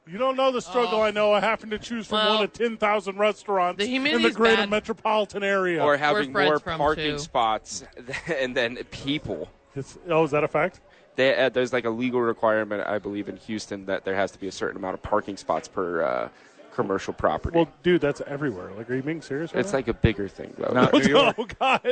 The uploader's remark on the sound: live at Howies watching the National Championship